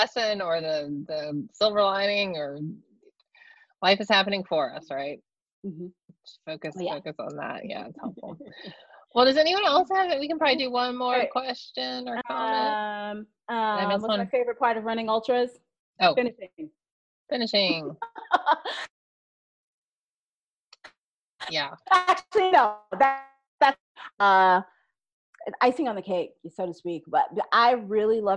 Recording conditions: video call